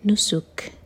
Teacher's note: کیف پر ہمس کریں گے کیونکہ کیف کو ہم ساکن کر رہے ہیں جب رک رہے ہیں